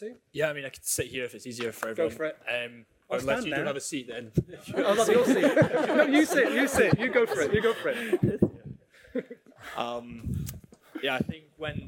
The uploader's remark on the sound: We conducted our very first "LIVE" event at the largest investors event in London at the Master Investors Show. To a packed audience. Recorded from this panel session.